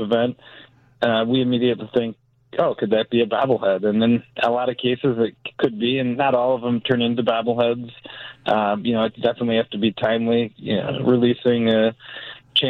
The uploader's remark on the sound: joins the conversation over the phone